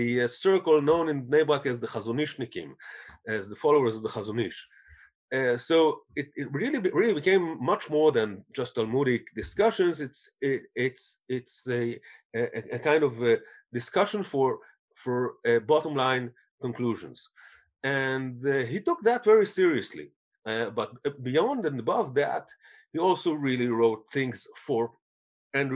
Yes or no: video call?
yes